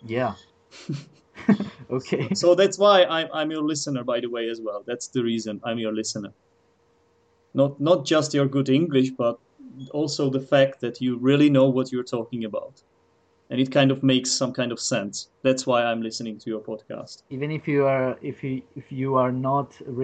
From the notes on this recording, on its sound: For this episode I decided to skypecall my colleague. From Chile.